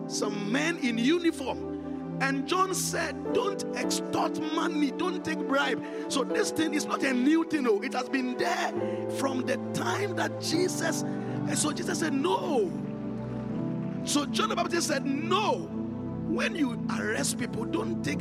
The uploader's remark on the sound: Encounter Service. Preached at the Qodesh.